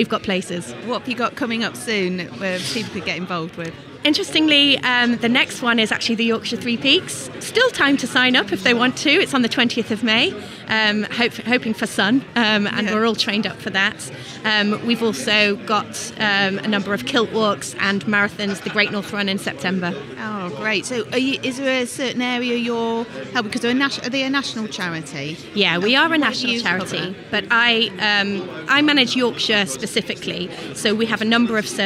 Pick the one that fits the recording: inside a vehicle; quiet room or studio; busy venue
busy venue